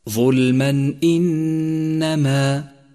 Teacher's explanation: جاءت بعده الهمزة، والهمزة حرف من حروف الإظهار، فالحكم هنا إظهار، يظهر التنوين تماما في اللفظ